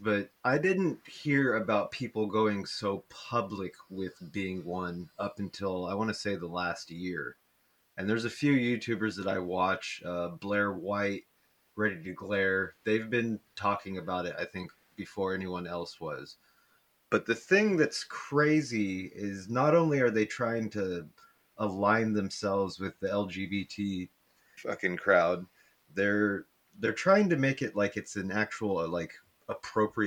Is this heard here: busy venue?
no